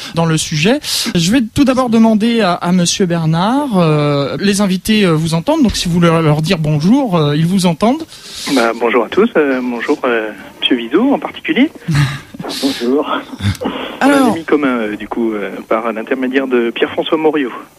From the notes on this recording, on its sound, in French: Par téléphone.